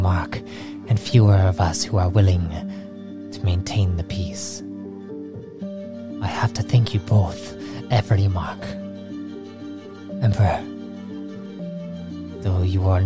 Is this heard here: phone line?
no